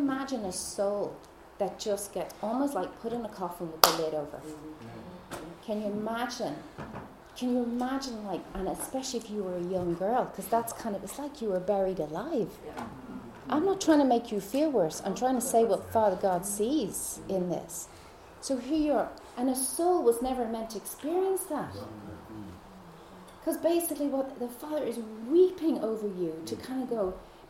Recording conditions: busy venue